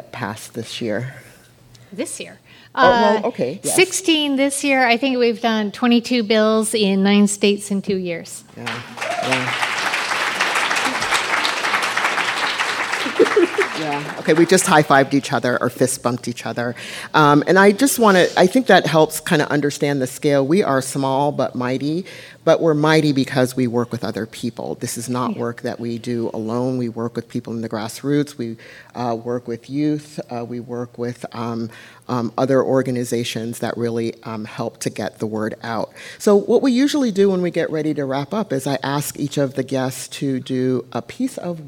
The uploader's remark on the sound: This was recorded live during the Stopping the Stigma Summit to address mental health for children, youth and families.